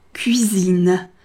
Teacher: 首先要注意，第一个 k 是要送气的